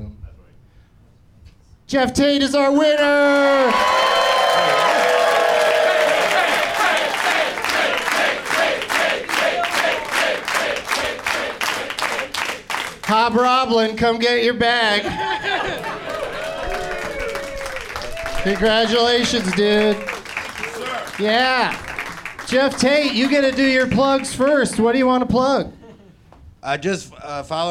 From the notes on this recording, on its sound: Live from Zanies in Rosemont